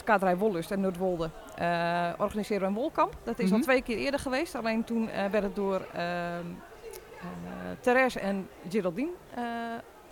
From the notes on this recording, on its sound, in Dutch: Vandaag een live uitzending vanaf de Handwerkbeurs in Houten!